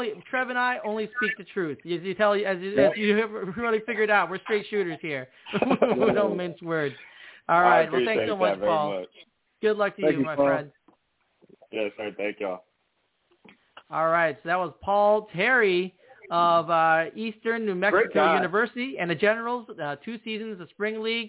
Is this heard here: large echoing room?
no